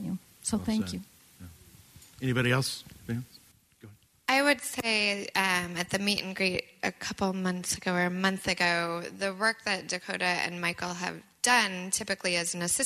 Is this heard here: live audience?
yes